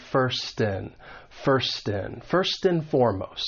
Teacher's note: and is going to get reduced to just n.